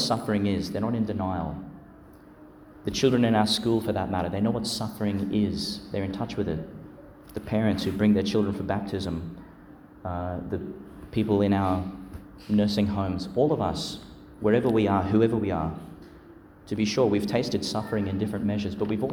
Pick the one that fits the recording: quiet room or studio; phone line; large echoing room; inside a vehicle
large echoing room